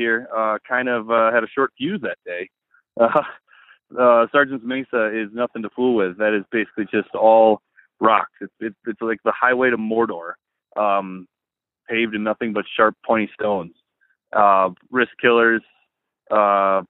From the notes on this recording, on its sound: called in from Leadville!